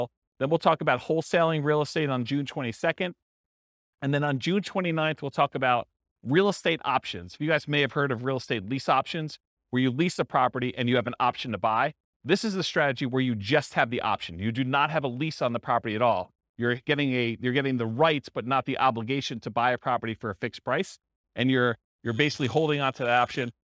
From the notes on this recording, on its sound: This was a live class recorded